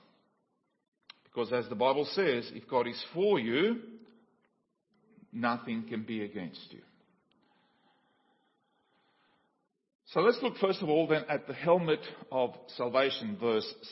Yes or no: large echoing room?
yes